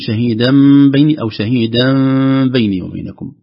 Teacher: ونون التنوين تنقلب إلى ميم إذا جاء قبل الباء، شهيدا تصبح شهيدا بين، سواء قلب يعني أطبقنا إطلاقا كاملا · Term: قلب النون إلى حرف الميم